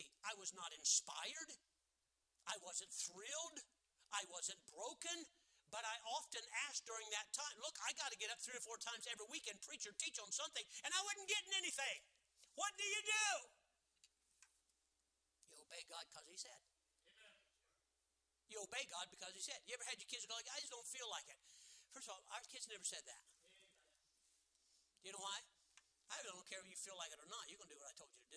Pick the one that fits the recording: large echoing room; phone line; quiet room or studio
large echoing room